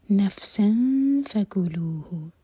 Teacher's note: سین پر جو تنوین ہے اس کے بعد فا ہے تو یہاں پر ہم نون کی آواز کو چھپائیں گے، 2 سیکنڈس کا ٹائم دیں گے